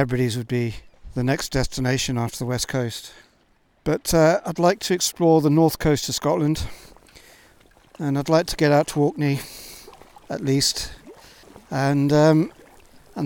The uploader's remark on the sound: I recorded this live on my first full day back at sea after my health scare.